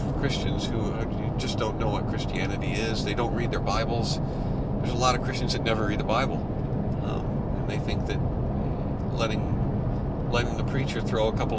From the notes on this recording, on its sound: Car Chronicles. Jump in the car. They're on the way BACK to Indiana from Georgia. Ignore the road noise.